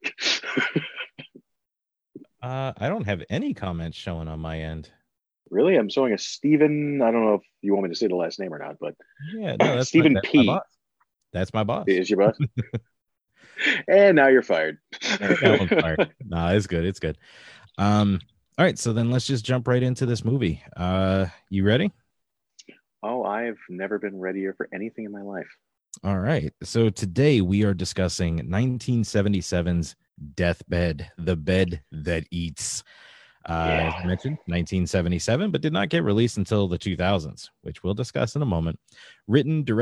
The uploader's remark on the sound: This entire audio file is ripped from the Zoom video of their Facebook Live feed.